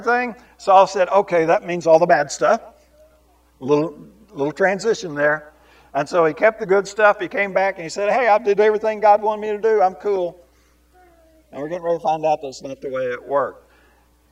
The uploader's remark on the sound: This Sunday sermon was recorded live.